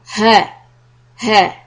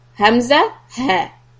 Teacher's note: So these two alphabets, hamza and ha, the choti hai, the round shape hai. So these two, they reside in the bottom part of the throat.